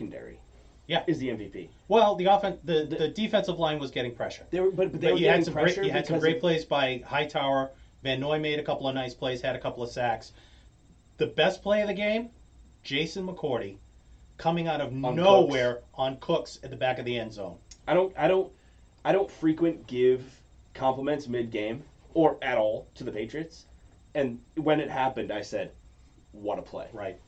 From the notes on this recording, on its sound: Took their talents to twitch.tv/thesyndicatenetwork for this episode. The sound quality was effected by some technical difficulties.